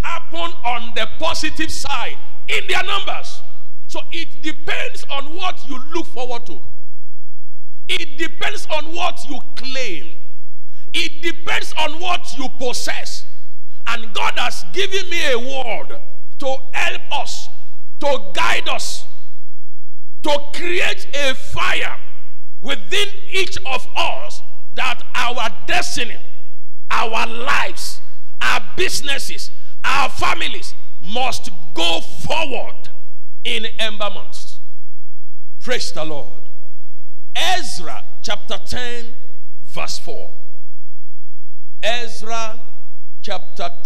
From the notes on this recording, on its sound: Covenant Champions Global Assembly LIVE Service